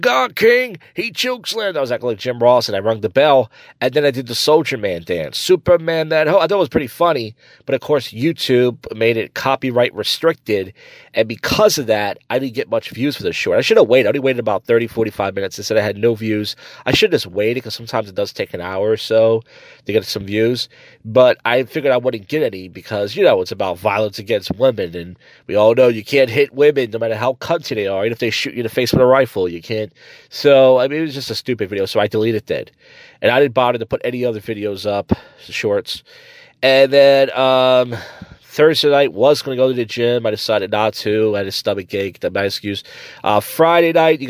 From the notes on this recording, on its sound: recorded outside of a gym on a Saturday night